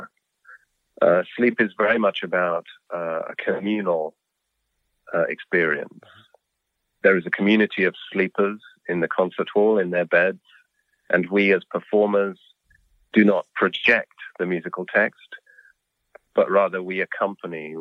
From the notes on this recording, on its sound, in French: s’est entretenu par téléphone avec le compositeur néoclassique anglo-allemand